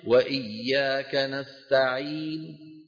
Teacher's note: وسبق أن ذكرت لكم إن الروم حكمه حكم الوصل، يعني ما بيجي معه العدد السكون. لما نقف على كلمة بالروم نقصر المد العرض السكون كأننا نصلها